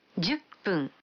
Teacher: cuando 10 viene antes de fun, se pronuncia pun en vez de fun